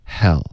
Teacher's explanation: Hell 的这个 H 的音不要用中式的 H 的这个音 OK H 的这个音就太重了英文的 H 只是一个叹气的声音 Hell 轻轻的对对、不震动声带的没有摩擦音